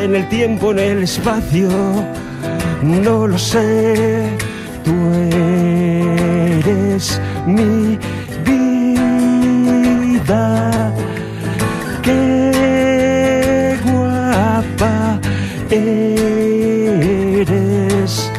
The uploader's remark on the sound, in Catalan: La música en directe al programa especial de la llibreria Laie. En format acústic.